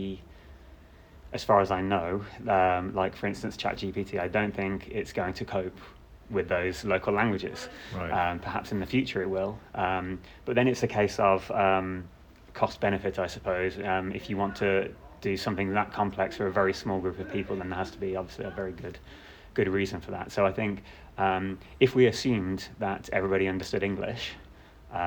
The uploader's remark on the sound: From the CHI2023 Human Computer Interaction conference in Hamburg. Conversations at CHI 2023 in Hamburg. From the CHI2023 Human Computer Interaction conference in Hamburg, I chat in-person with five attendees.